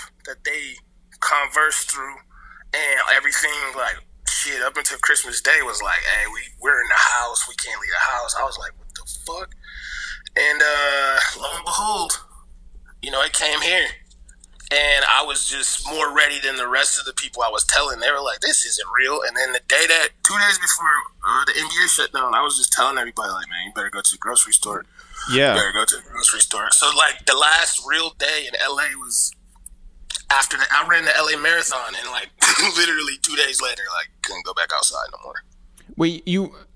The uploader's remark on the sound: We make calls from our Upper West Side apartment.